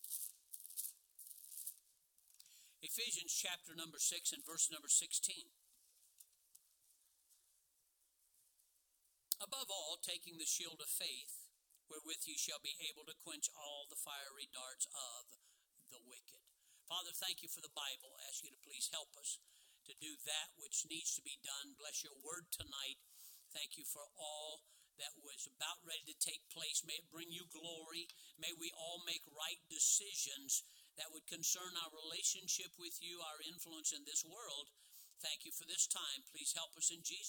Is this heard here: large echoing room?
yes